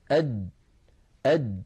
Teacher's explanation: ومن صفاته أنه شديد يعني لا يجري معه صوت. أد فلو قلنا أد نجد بأن المخرج ينقفل تماما، مخرج الجيم من هنا من وسط اللسان وليس من طرف اللسان، من وسطه هنا.